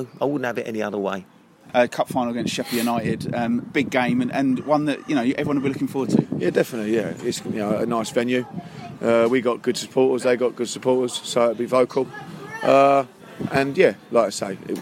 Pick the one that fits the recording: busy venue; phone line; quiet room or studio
busy venue